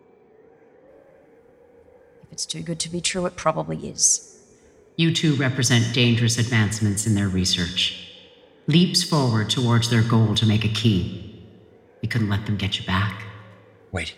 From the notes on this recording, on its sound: Audience at Denver Fan Expo 2022